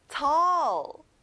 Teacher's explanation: tall이 아니라 어 소리가 나요.